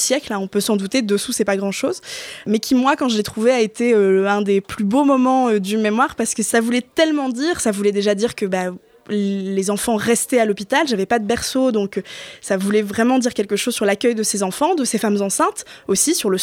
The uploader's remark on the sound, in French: Cet épisode du podcast a été enregistré en public, dans le bar la Boulangerie à Lille en mars 2023, d'où les bruits en fond !